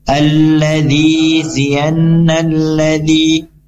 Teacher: Nalladzi, alif lam syamsiah adalah lam bertemu huruf zal, sehingga lam ini tidak dibaca ya, lam yang pertama, dan langsung masuk ke huruf zal